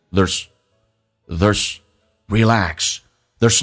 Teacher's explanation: There's nothing to worry about.在听力的时候听力的难点第一个 there's 这个单词 air,在口语化当中加速的时候 air 可以弱化成一个小小的卷舌音变成 er 就变成 there 后面那个 z 如果没有连音的话 z 可以发成一个短促的 s 这个发音